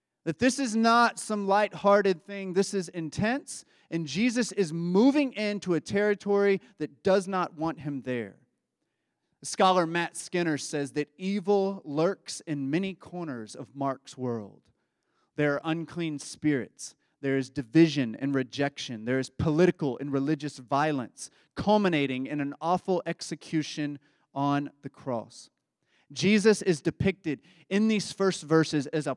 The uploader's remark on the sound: Embrace Sunday Gathering (January 21, 2024 at 11am) Embrace Church, Lexington, KY